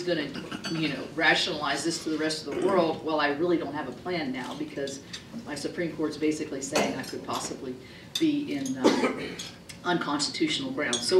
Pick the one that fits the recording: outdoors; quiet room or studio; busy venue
busy venue